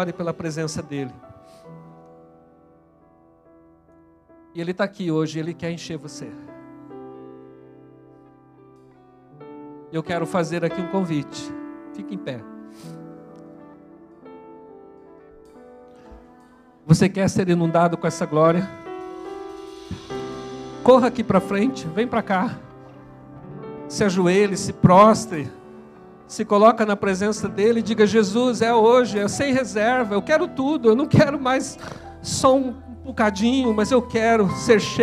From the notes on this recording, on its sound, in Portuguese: na Igreja ABA Curitiba (Transmitido ao vivo)